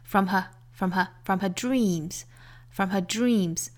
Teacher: her 这两个词做虚词弱读，一定读得很快很短。From her, from her, from her dreams, from her dreams.比较长的词呢是在 dream 这个实词上面的。一般在句子里面最后一个实词是会读得比较重的，那元音也会拖得很长。From her dreams, from her dreams, from her, from her, from her dreams.